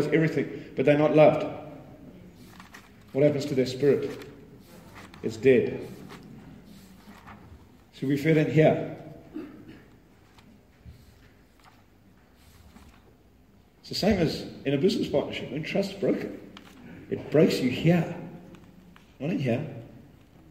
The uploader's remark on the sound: This is a live recording. At The Real Entrepreneur event.